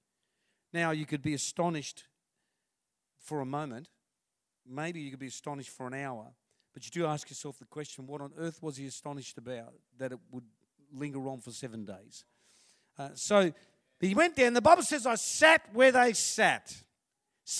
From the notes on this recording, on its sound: This message was recorded on 19/05/2019 at River Edge Church, the 11am gathering.